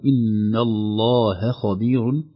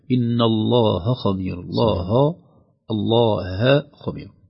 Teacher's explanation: الهاء في لفظ الجلالة مرققة، وهي بين اللام المغلظة قبلها وبين الخاء المفخمة في كلمة خبير · Shown in: first take · لولا انتبه ستصبح إن الله خبير، الله الله خبير.